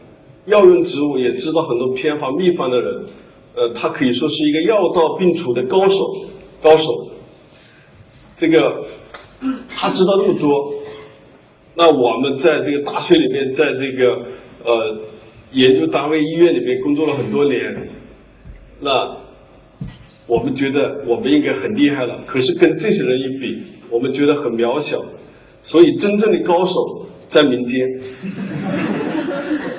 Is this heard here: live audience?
yes